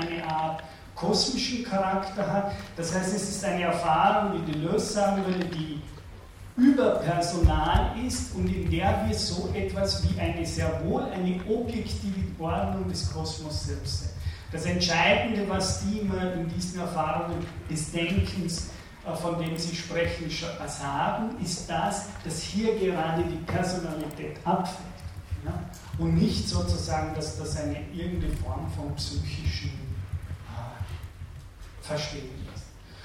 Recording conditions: large echoing room